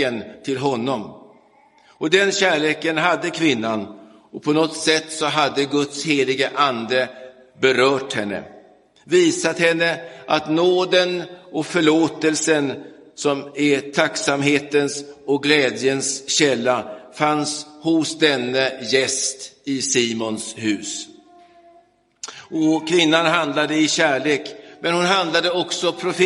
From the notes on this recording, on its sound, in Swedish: Inspelad i Roseniuskyrkan den 5 mars 2023.